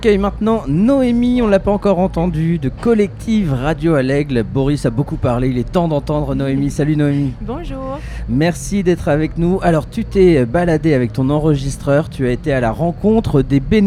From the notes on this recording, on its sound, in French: En direct de l’espace presse du Festival Beauregard 2022 à Hérouville-Saint-Clair (14) avec les radios associatives musicales en Normandie de L’amusicale.